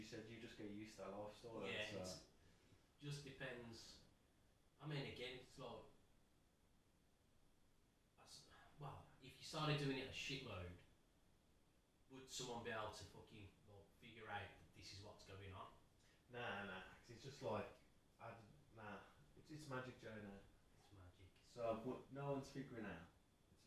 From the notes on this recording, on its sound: Apologies for the audio, we've had all the technical issues trying to record this. If you can get over the slightly low volume.